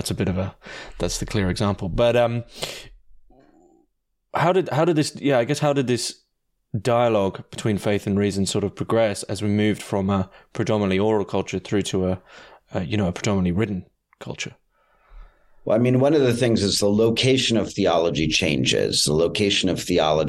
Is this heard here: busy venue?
no